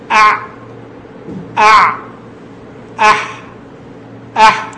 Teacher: من وسط الحلق تخرج يخرج